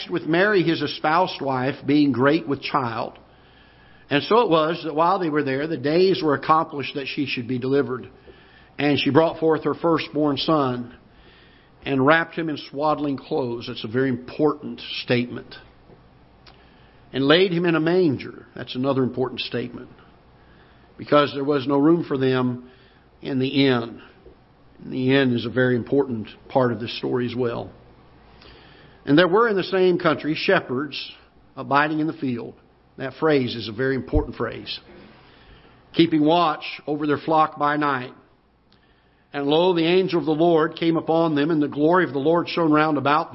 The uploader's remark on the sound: Ketha Heights Baptist Church ~ Live Broadcast